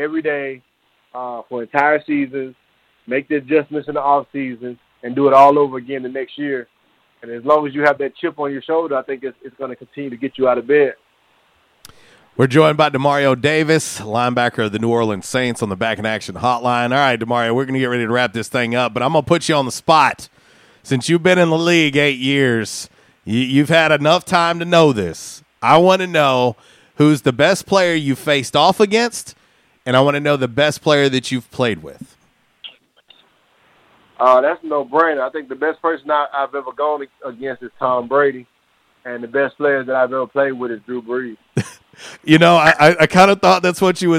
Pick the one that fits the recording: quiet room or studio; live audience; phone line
phone line